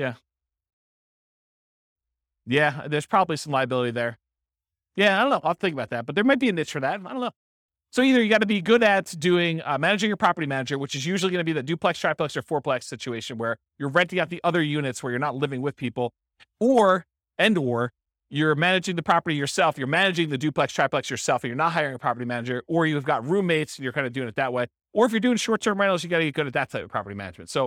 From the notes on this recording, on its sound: This was a live class recorded